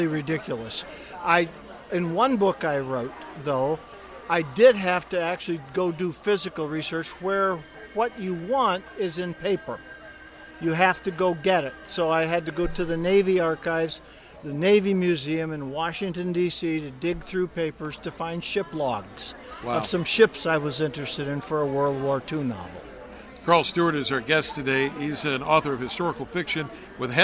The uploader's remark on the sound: This week’s episode of the Big Time Talker comes live from the Southern Christmas Show in Charlotte, North Carolina.